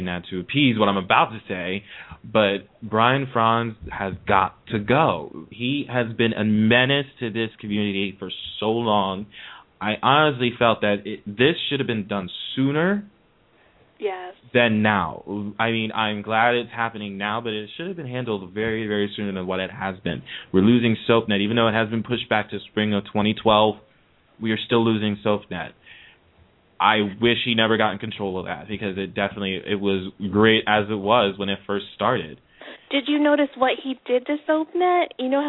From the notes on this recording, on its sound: we open the phone lines to the fans